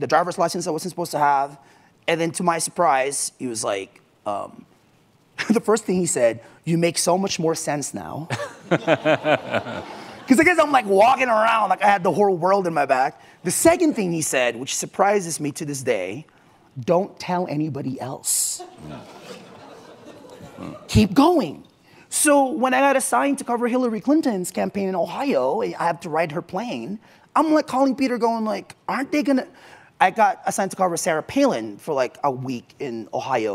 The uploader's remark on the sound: from the Aspen Ideas Festival.